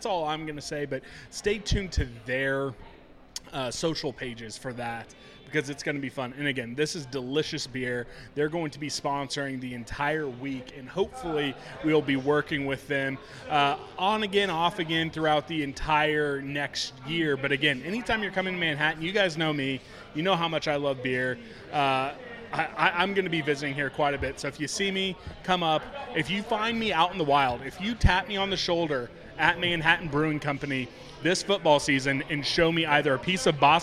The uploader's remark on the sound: live from Manhattan Brewing Company